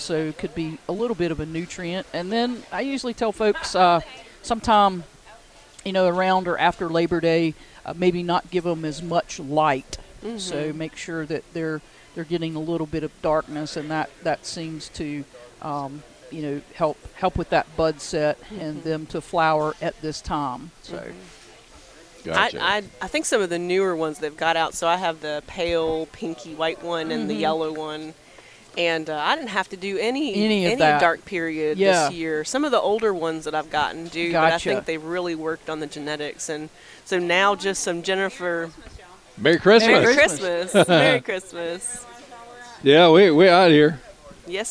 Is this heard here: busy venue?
yes